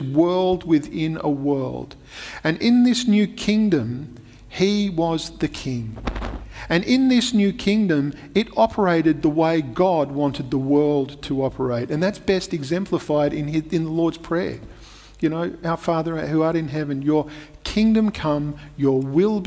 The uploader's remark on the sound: Recorded at Restore Church on August 8th, 2021